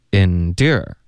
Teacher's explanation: 它的明显的重音是第二个，OK，第一个音节呢就没有那么没有任何重音